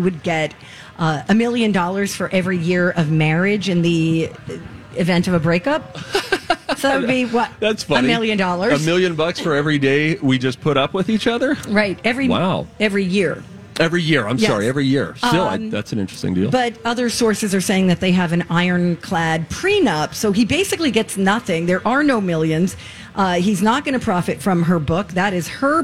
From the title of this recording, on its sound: Live From The State Fair!